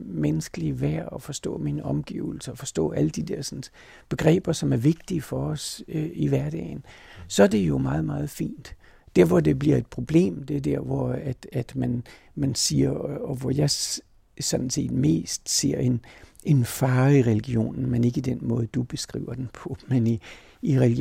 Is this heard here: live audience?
no